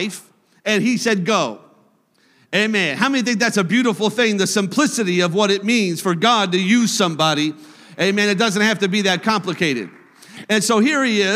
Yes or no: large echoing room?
yes